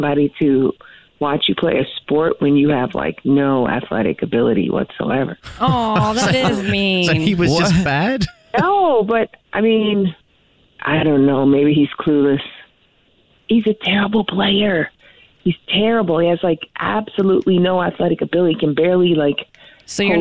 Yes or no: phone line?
yes